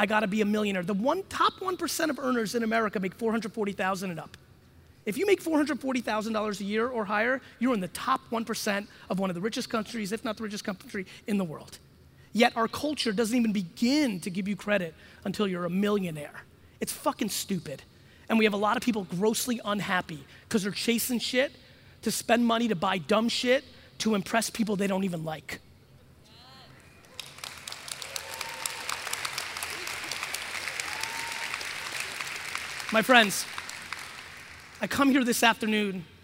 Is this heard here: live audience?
yes